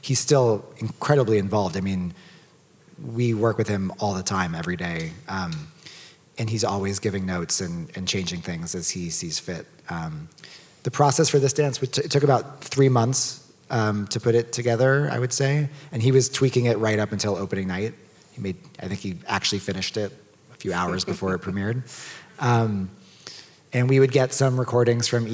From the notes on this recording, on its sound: We held a Q&A session after the first performance of Mark Morris Dance Group’s Pepperland. Listen to this fantastic post-show event.